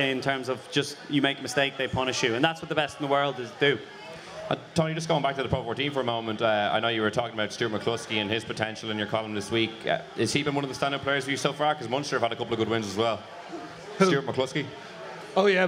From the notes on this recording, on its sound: At last week's National Ploughing Championships for a special episode of The Left Wing recorded in front of a live audience.